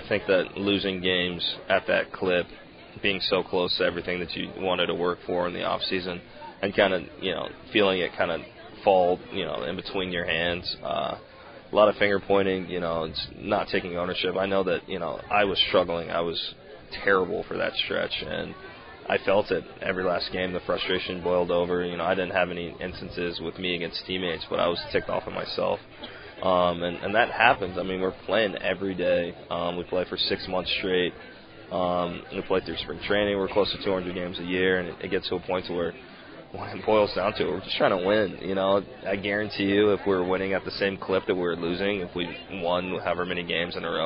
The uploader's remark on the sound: LIVE from PiratesFest Saturday afternoon at PNC Park